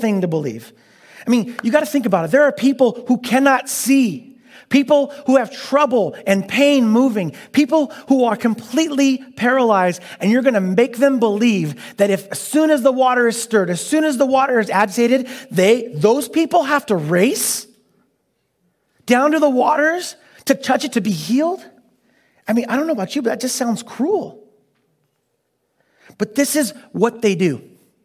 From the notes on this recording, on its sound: Delivered on 13 March 2022 at Grace Church of La Verne. At Grace Church of La Verne.